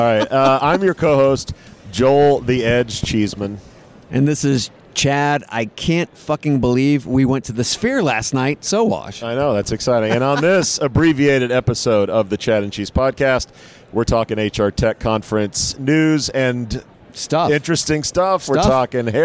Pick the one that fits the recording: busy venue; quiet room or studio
busy venue